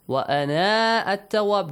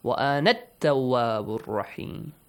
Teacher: There is no long vowel. You have to delete the long vowel. Change it to short vowel. · Shown in: second take